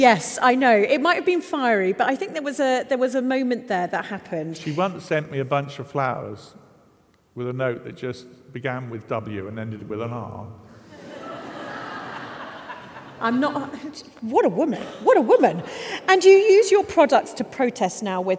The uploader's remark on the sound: This episode was recorded in front of a live audience of 300 in the beautiful surroundings of Manchester Cathedral.